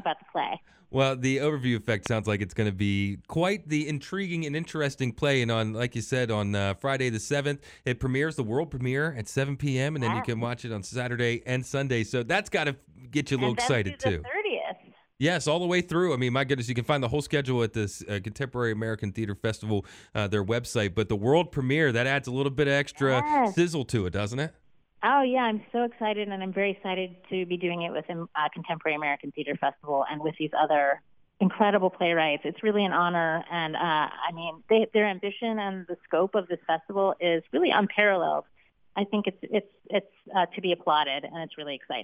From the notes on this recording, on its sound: joined on the phone